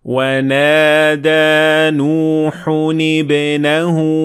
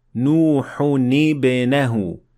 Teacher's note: So we added كسرة to the تنوين at the end of the word نوح.